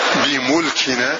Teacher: فقرأ حمزة الكسائي بضم الميم